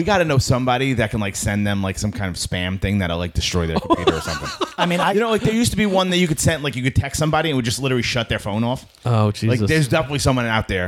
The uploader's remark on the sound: On location recording from Back To School Jam.